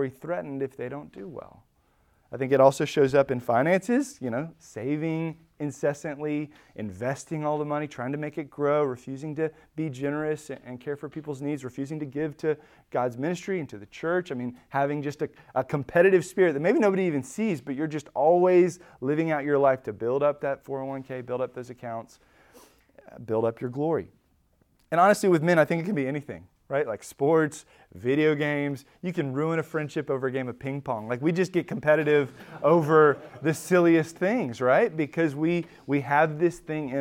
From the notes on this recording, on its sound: Recorded at Emmaus Church in Buford, GA